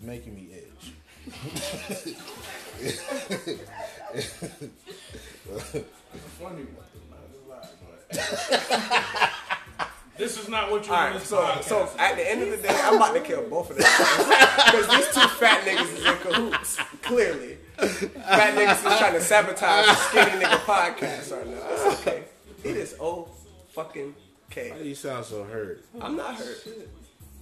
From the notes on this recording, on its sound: LIVE from 1699 with a FULL HOUSE!